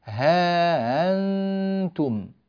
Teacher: قالون رحمه الله يبقي الألف التي بعدها هاء التنبيه، الهاء عنده للتنبيه، ويبقي الألف بعدها ها، ثم يأتي في الهمزة بالتسهيل فيقول ها أنتم، ويجوز له في هذه الألف ها أن يمدها 2 حركات أو يمدها 4 حركات.